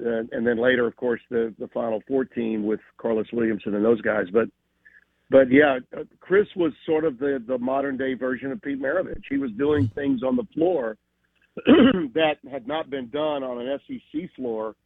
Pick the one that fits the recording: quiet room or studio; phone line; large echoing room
phone line